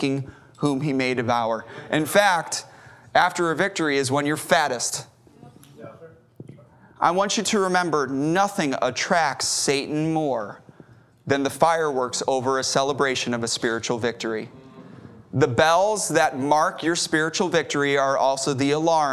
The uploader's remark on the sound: Our services are live streamed every week from our church in Corpus Christi, Texas.